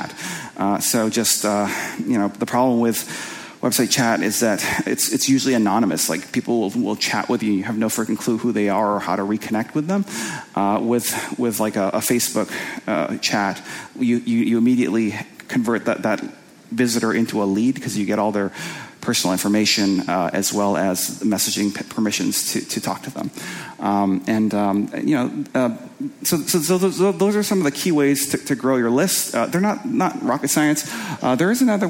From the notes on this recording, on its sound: presentation from the Marketing School Live event in Los Angeles